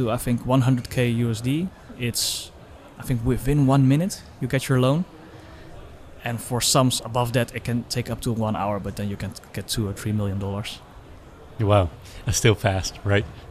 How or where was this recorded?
busy venue